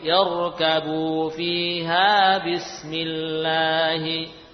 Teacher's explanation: ra sukun sebelumnya kasrah yang dibaca tebal karena kasrahnya tidak asli